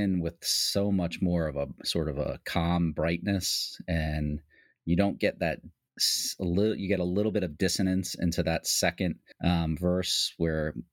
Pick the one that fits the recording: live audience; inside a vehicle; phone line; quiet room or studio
quiet room or studio